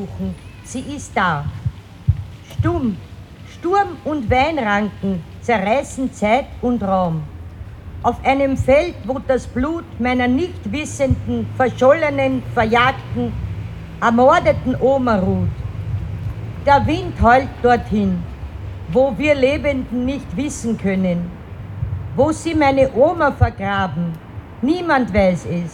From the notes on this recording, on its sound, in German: August am Ceija-Stojka-Platz in Wien 7 der 500.000 von Nazis ermordeten Rom*nja und Sinti*zze. Ungeschnittene Aufnahme der Reden auf der Gedenkveranstaltung. (Aus urheberrechtlichen Gründen ohne Musik.)